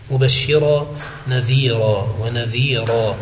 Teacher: بإبدال ألف من التنوين المنصوب